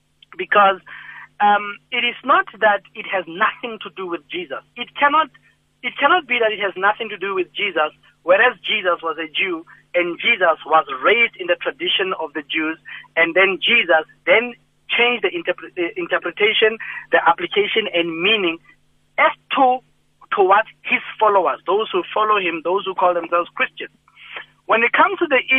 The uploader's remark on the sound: Guest on the phone